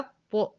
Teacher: في اط انا طرف لساني عندي اصول الثنايا